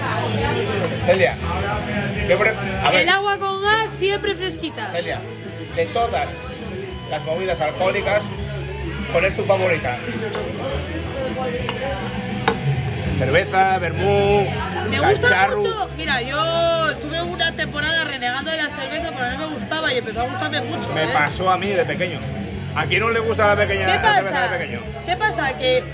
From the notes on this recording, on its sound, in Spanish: Un podcast desenfadado y loco grabado en la feria.